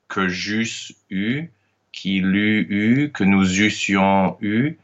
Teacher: where all these EUs are going to be pronounced with a lowercase y